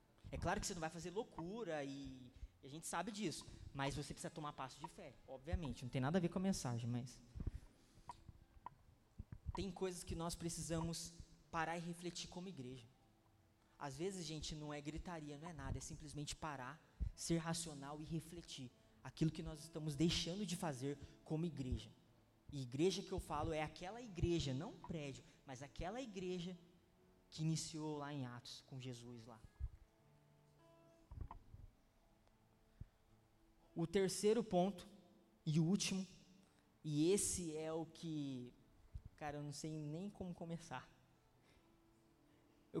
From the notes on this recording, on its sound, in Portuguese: Palavra Ministrada no dia 22/02/2020 na Impacto Conference 2020